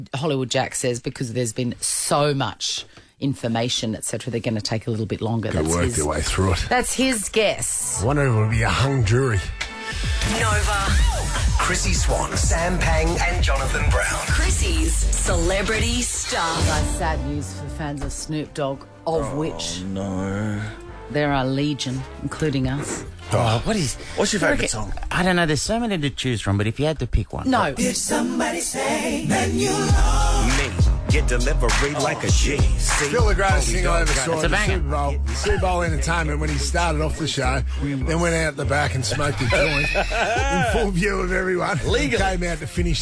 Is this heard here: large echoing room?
no